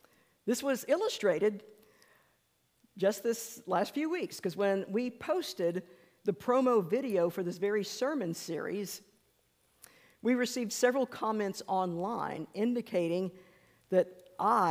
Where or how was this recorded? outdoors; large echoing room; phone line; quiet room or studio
large echoing room